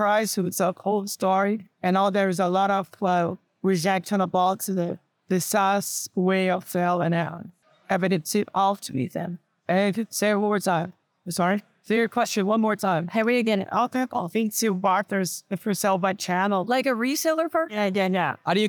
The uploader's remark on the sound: This interview, recorded at SaaStock 2022